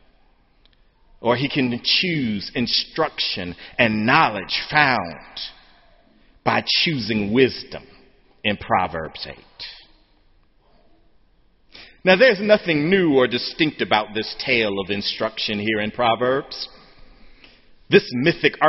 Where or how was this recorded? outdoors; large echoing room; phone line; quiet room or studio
large echoing room